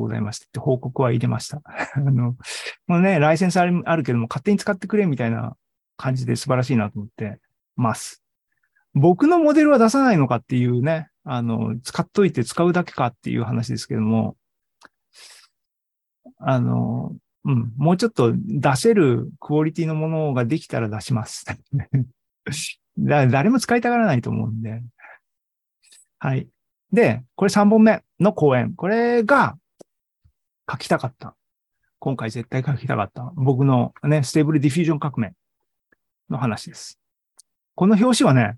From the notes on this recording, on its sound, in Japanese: ZOOMライブの模様です